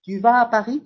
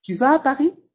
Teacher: si la entonación sube, es una pregunta. · Shown in: second take